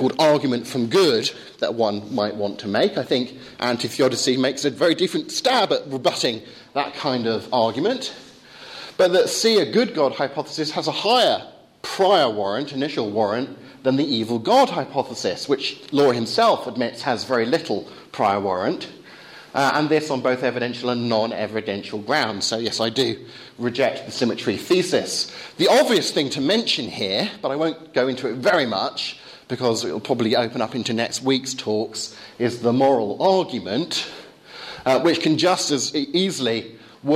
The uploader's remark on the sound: Course at Higfield Church Southampton.